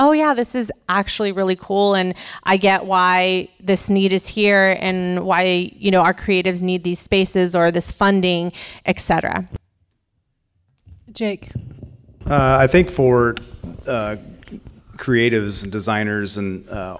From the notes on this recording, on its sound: A audience member asks panelists for advice on how to dress as the officiant at a NorCal wedding. At the CLARA Auditorium in Midtown Sacramento.